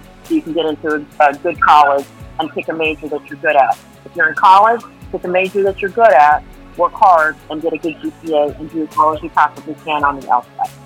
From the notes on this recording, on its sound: today's call in interview